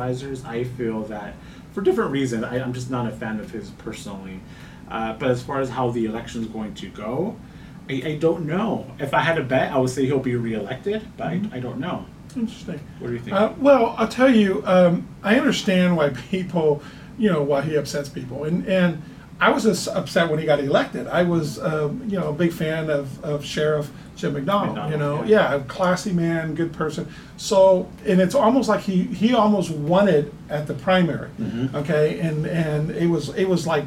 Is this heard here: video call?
no